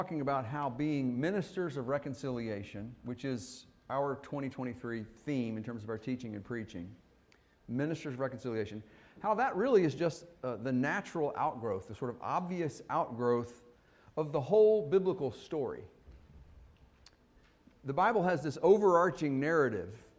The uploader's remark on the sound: Fuquay-Varina church of Christ sermon audio